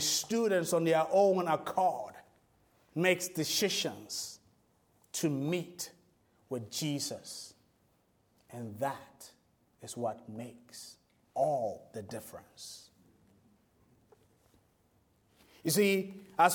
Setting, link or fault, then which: setting, large echoing room